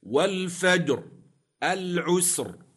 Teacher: الراء ساكنة في كليهما لأجل الوقف وقبلها ساكن صحيح، وقبل الساكن فتح أو ضم تفخم